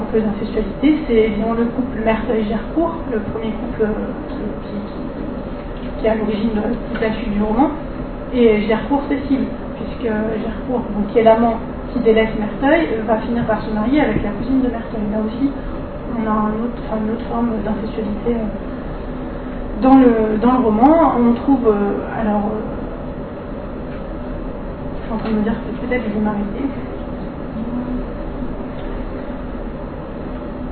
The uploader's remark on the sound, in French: Désolés pour le bruit de fond de cet enregistrement